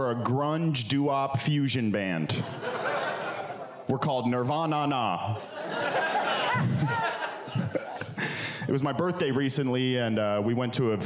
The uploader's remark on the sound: as part of the Sound and Vision live podcast series at 4th Wall PDX